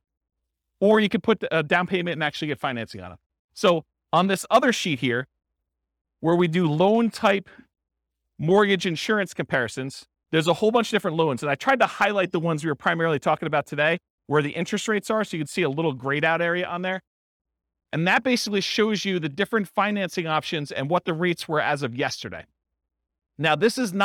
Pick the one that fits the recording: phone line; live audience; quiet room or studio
live audience